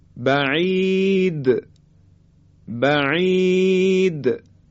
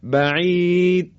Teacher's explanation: اگه این صفت قلقله رو ما به خوبی انجام ندیم، یعنی حرف دال دیگه شنیده نمیشه · Shown in: first take · و این صحیح نیست.